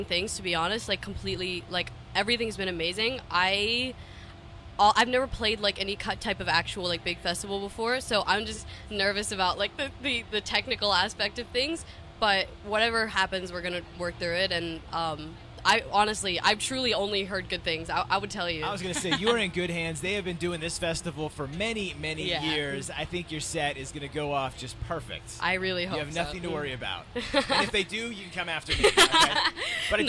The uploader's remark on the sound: The Mix is live backstage at Lollapalooza 2023!